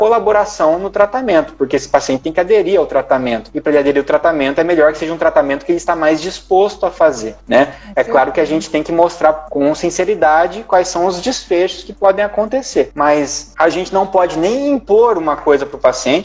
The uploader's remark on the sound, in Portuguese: Este episódio é o registro da live do dia 25/06/20. Na qual fui convidado para conversar com o Centro Acadêmico de Enfermagem da UFR.